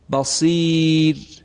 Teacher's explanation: در هنگام وقف روی کلمه بصیرون را ساکن میشه، باید ترقیق بکنیم. بخوانیم بصیر.